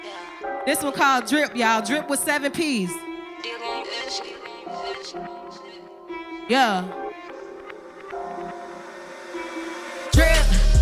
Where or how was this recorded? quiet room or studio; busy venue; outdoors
busy venue